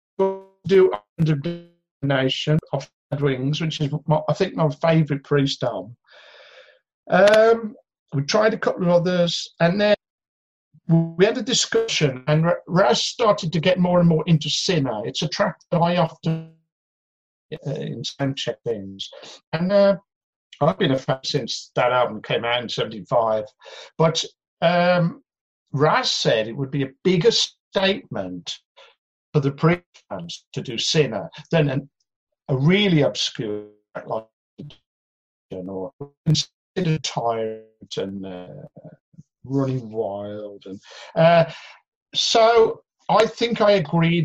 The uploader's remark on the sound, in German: In einem Zoom-Call.